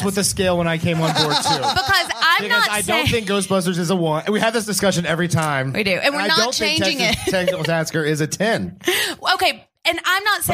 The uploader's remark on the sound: Live from Kansas City. Our very first live show.